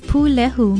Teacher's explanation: It is spelled P-U-L-E-H-U with a stress or kahako on the first syllable